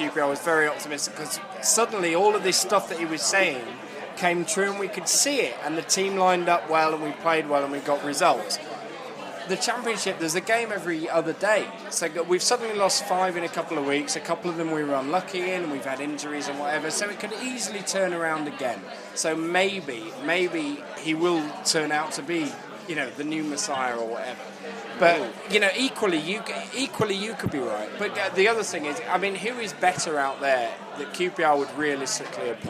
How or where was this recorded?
busy venue